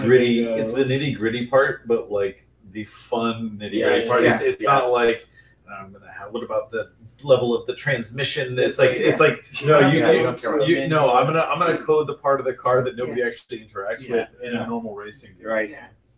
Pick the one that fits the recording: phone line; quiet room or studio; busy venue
busy venue